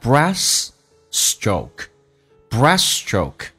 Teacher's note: 那个 T 是可以不用发音的，但是那个 S 要发两遍